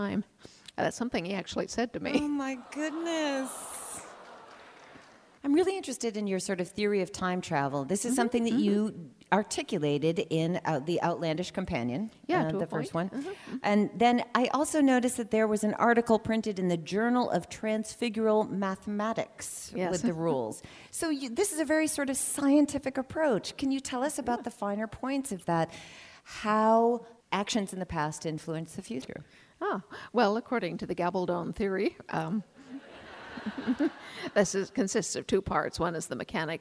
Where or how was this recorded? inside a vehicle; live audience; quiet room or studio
live audience